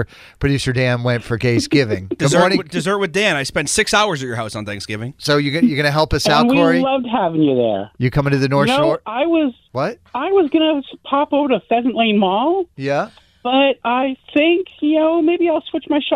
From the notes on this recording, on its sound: People called in to suggest punishments for the loser!